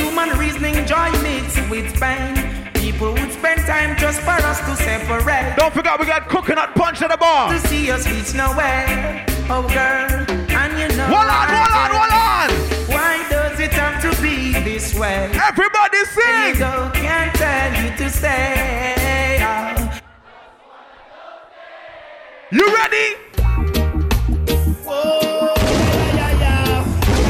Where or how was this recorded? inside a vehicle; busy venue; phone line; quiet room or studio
busy venue